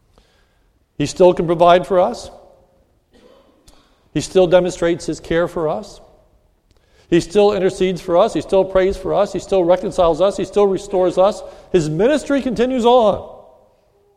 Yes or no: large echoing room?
yes